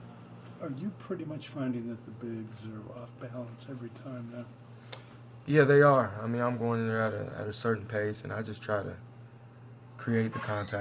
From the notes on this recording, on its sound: Full Report from TD Garden